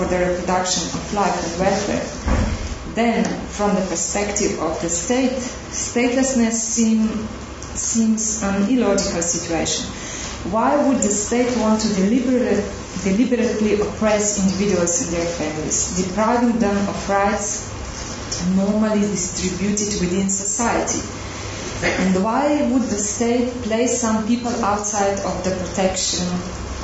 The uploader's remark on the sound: This podcast was recorded at the Refugee Studies Centre's last Wednesday Public Seminar of Michaelmas Term 2011.